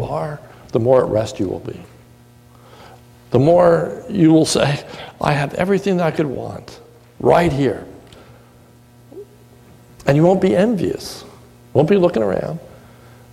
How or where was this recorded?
large echoing room